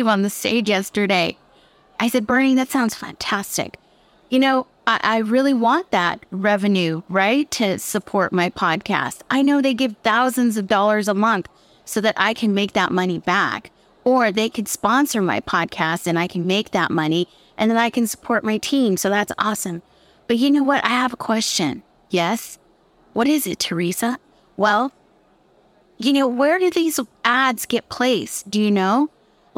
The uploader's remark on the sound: This show is part of a recording from the Dallas Podcast Movement Conference, August 2022.